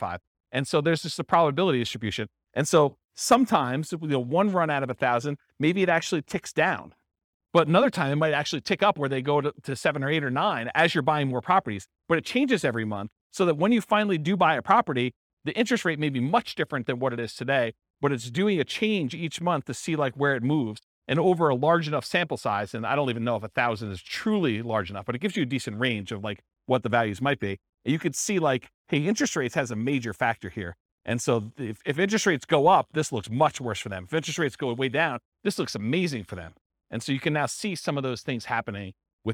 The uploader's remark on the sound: This was a live class recorded.